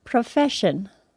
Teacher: Listen to the syllable stress in the word profession. It is on the fesh syllable of the word.